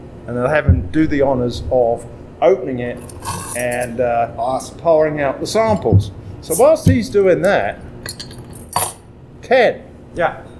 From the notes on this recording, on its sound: Luckily, as we recorded throughout March, restrictions were being lifted, people were getting vaxxed, and we were able to keep our mask wearing to a minimum. These pubcasts are a collection of videos (or audio if you prefer to listen that way) which we recorded at the breweries listed below.